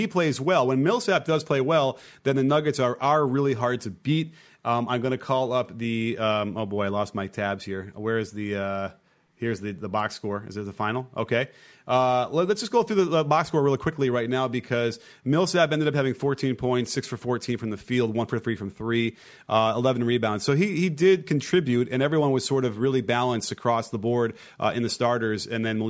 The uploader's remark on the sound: LIVE Show. The live audience asks questions directly.